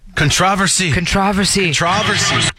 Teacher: Oh, yeah. He puts the emphasis on the tra instead of the ver, Controversy.